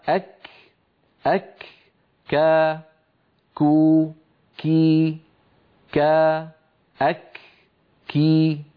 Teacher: مخرج الكاف من أقصى اللسان، ولكن مع الحنك اللحمي والعظمي، منطقة الحنك اللحمي والعظمي يعني أقرب من القاف.